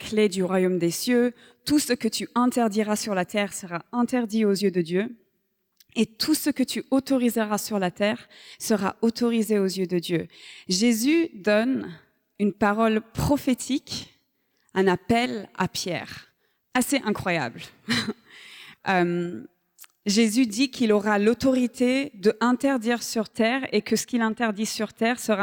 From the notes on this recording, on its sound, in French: Enregistré à l'église CVV, le 10/12/2023